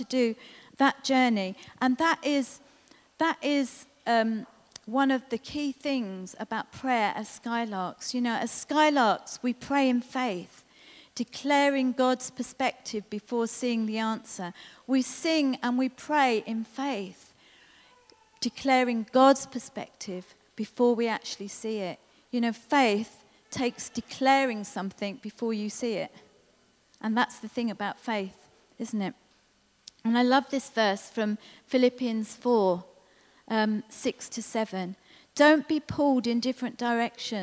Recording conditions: large echoing room